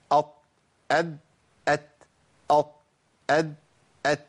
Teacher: الطاء والدال والتاء بيخرجوا منين؟ من مخرج واحد. ايه هو؟ طرف اللسان مع اصول الثنايا العليا.